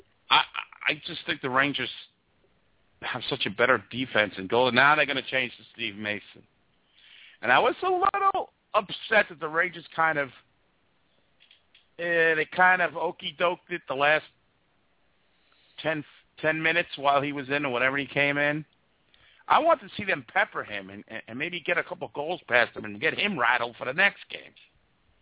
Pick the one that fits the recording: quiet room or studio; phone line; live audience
phone line